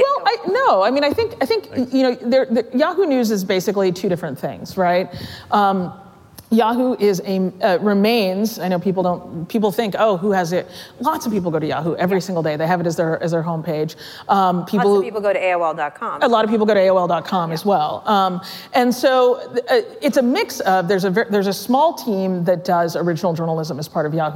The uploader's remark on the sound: Live at Code Media 2018